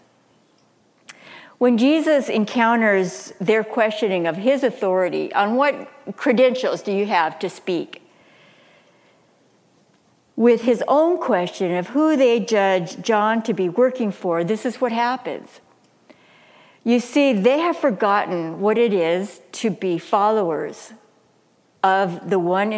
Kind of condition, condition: setting, live audience